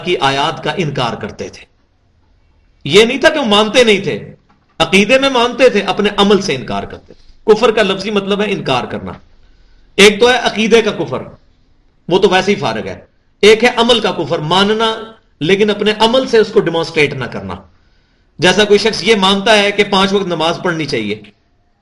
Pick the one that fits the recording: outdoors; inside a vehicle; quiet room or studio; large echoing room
large echoing room